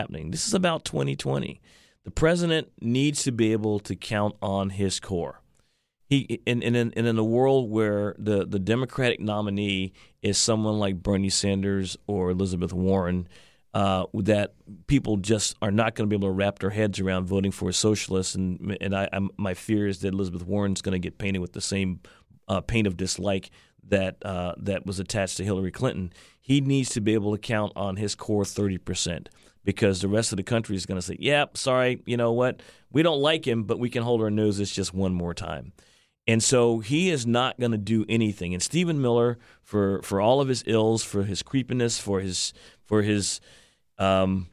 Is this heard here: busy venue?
no